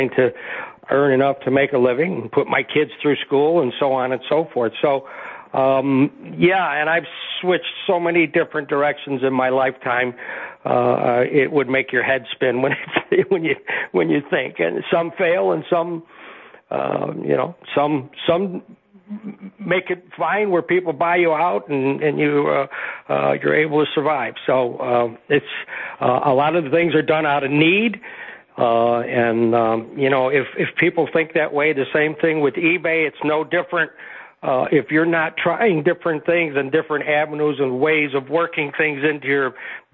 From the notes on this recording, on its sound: Chicago IL. Called.